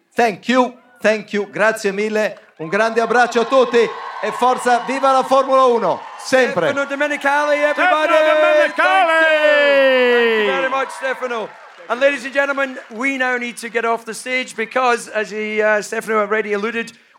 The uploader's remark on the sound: LIVE AT SILVERSTONE. Live on stage at the British Grand Prix. Recorded & Edited by New Strange.